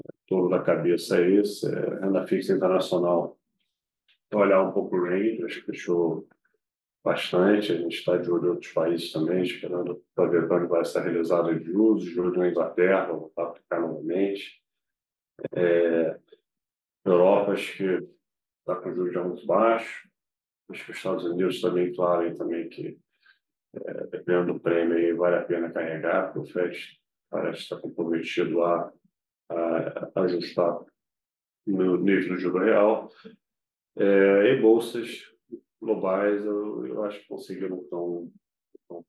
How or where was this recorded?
video call